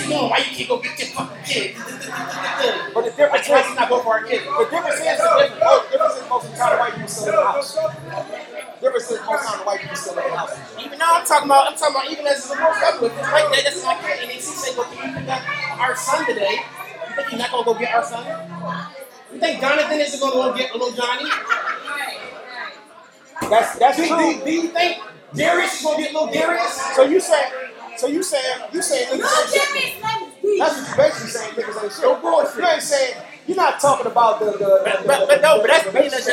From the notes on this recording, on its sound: Please forgive this Episode’s audio